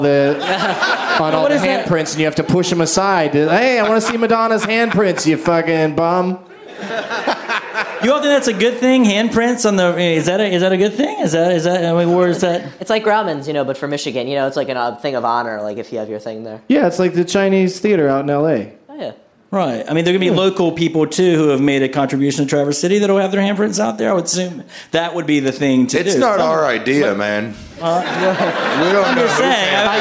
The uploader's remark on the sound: Live from the Traverse City Film Festival